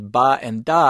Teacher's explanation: the sounds ba and da do not come with a burst